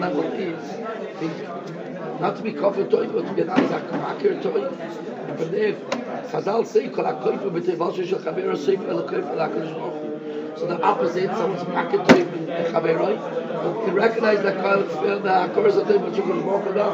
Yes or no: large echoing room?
yes